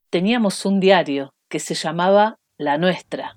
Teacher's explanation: the S is often aspirated. That means you'll hear an H sound rather than the typical S sound in some words such as nuestra.